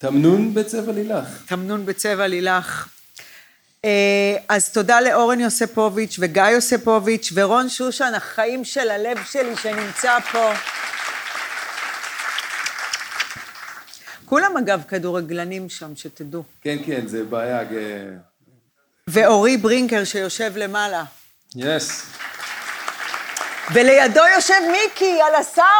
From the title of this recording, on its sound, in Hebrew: לייב בצוותא